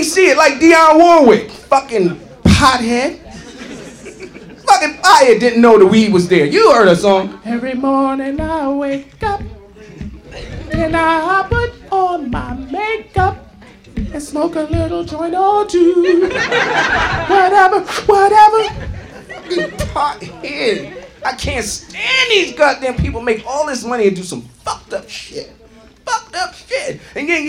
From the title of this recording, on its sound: Live at the Laff House